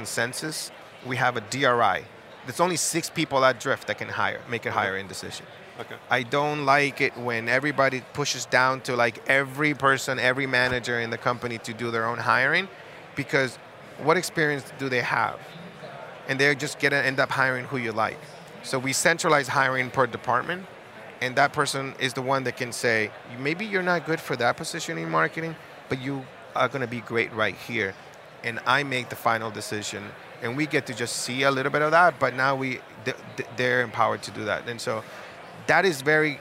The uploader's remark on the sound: Live from SaaStock19